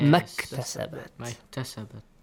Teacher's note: If you join these two words together, ma and iktasabat, skip hamzatul wasl, skip the alif mat.